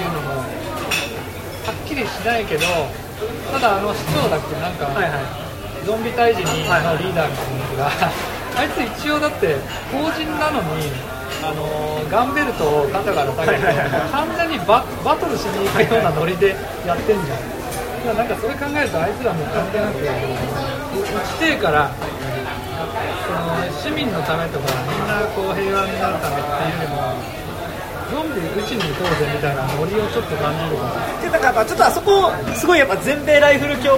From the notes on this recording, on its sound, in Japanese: 居酒屋での録音のため雑音がかなり入っています